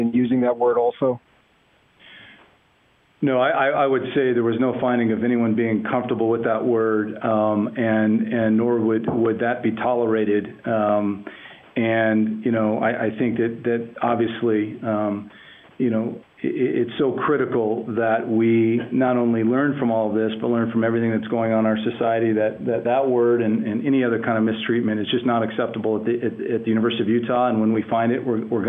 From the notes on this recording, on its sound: University of Utah - Press Conference. The University of Utah football program held a teleconference on Wednesday afternoon.